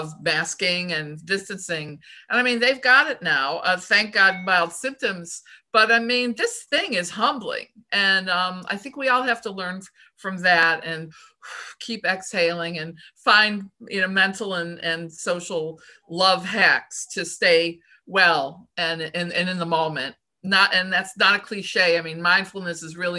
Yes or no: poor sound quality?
no